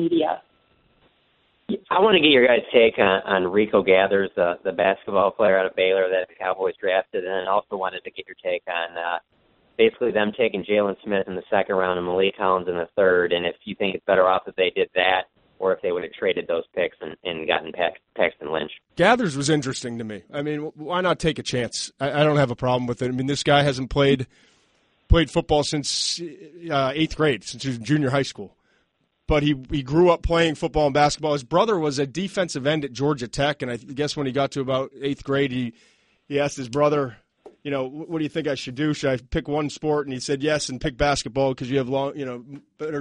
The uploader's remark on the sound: Post-NFL Draft Conference Call.